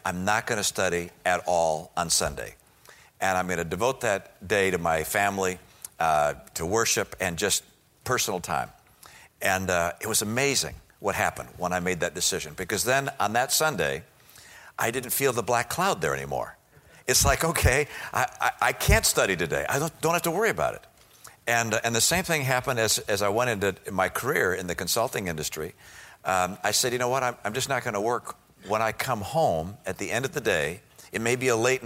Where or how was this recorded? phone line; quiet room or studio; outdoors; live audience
live audience